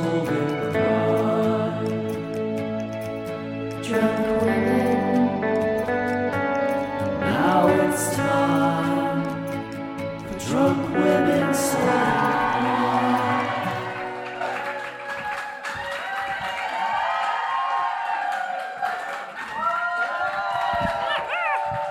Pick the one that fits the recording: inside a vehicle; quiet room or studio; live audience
live audience